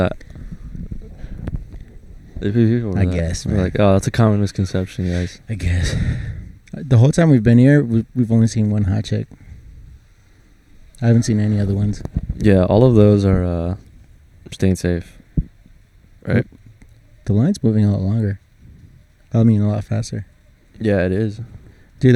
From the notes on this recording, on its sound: Quarantine and Pod (outside Costco). Yup, we sat outside Costco to pod.